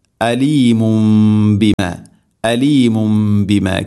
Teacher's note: തൻവീന് ശേഷം ബ എന്ന അക്ഷരം വന്നാൽ തൻവീനോ നൂനുസാക്കിനൊക്കെ ശേഷം ബ വന്നാൽ ഇഖ്ലാബ്, ആ തൻവീനിനെ മീമാക്കി മാറ്റണം.